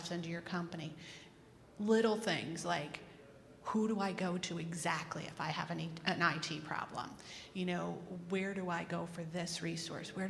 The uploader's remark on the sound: In this session recorded at CMO Summit 2022.